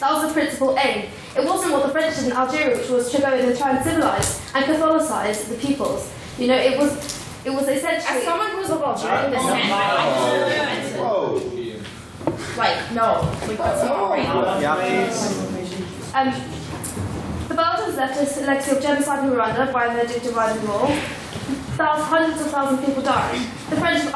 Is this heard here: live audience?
yes